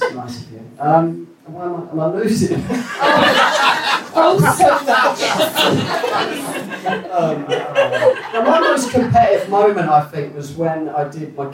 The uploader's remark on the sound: Live at Camden Fringe. Recorded live at 2 Northdown, this is the second of our Camden Fringe Live episodes!